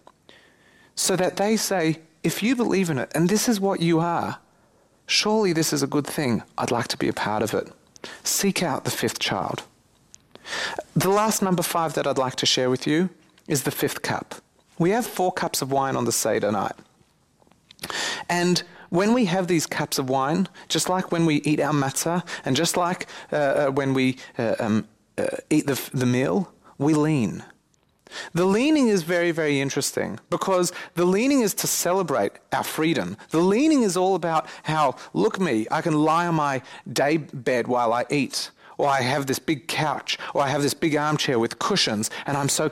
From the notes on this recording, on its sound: This recording is from a lecture given at Spiritgrow.